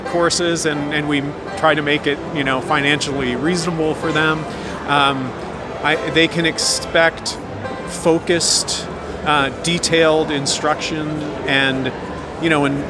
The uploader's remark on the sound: Live From IBMA 2022